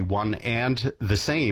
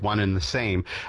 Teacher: I mean, to one and the same, we've reformulated this into one in the same because the D sound in and often disappears whenever we're saying things very quickly · Shown in: second take · So, you know, we say one and the same if we're enunciating each of the letters, but typically when we're talking to our friends, we're just like one and the same.